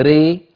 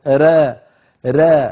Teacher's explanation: را يعني بين الفتح والإمالة · Shown in: second take · لم تقل ري كما يفعل بعض القراء ولا را كما نفعل برواية حفص، را را هكذا ألف مقللة.